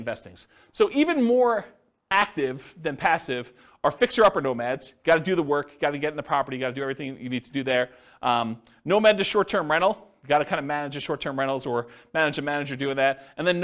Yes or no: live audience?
yes